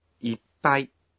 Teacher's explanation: Ippai memiliki suara tercekat. Saat Anda mengucapkannya, Anda harus menghentikan nafas Anda satu ketuk.